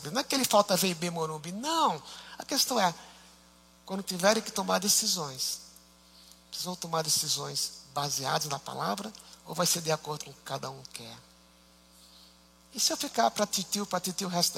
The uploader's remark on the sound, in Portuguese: Culto ao vivo IBMorumbi